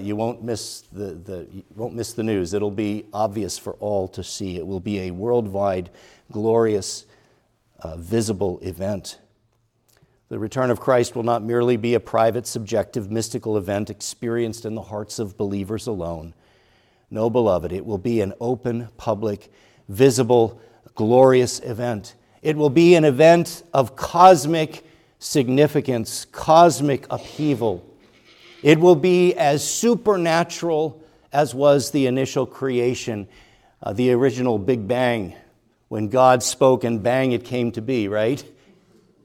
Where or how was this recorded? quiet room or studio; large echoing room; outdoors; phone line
large echoing room